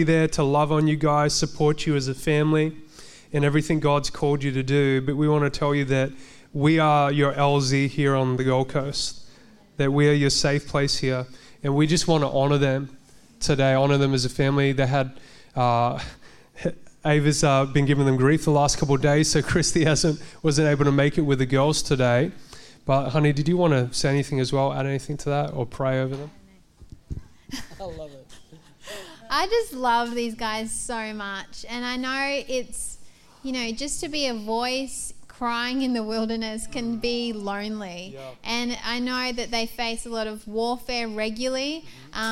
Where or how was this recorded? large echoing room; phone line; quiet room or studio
large echoing room